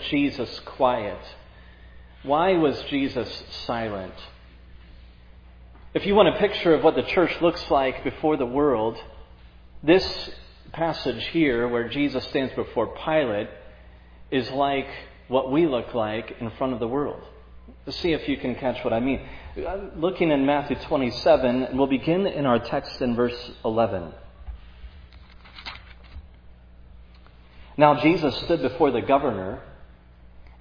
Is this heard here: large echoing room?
yes